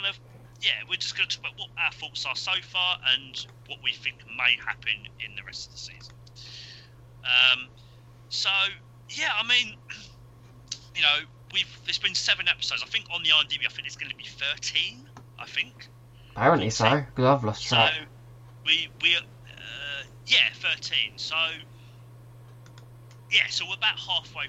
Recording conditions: poor sound quality